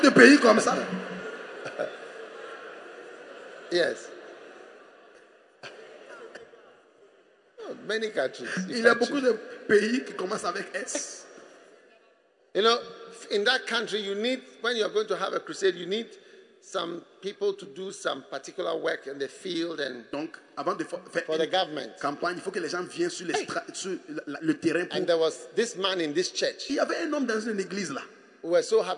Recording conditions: live audience